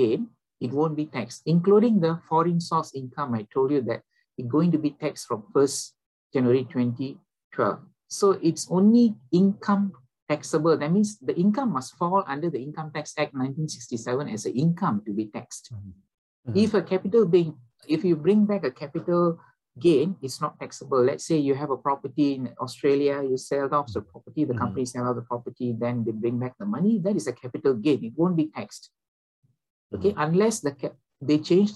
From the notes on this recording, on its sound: WEBINAR. For those joining us on Zoom.